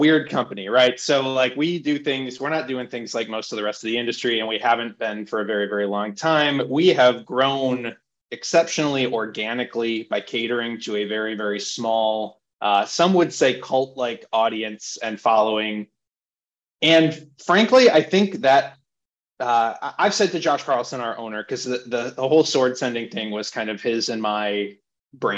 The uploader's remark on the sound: hosted a Zoom panel